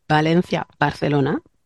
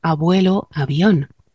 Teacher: Aunque sea la misma bilabial, es suave intervocálica. · Shown in: second take